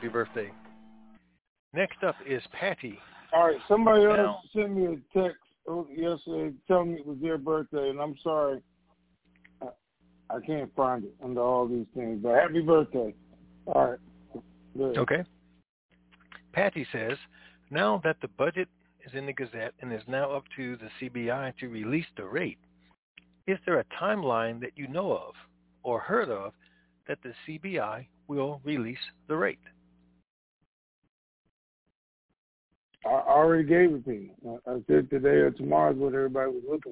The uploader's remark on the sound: Conference Call